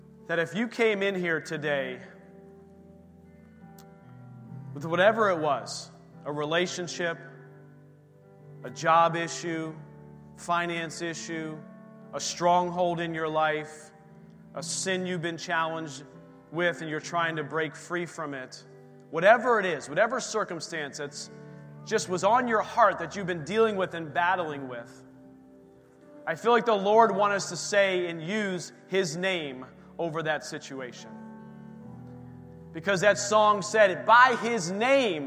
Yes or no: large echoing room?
yes